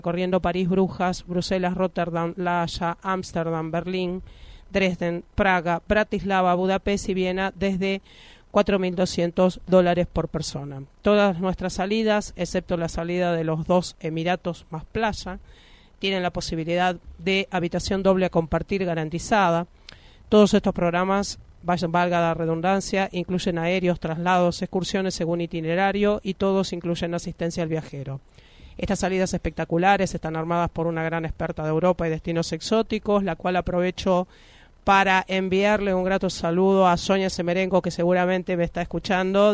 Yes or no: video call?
no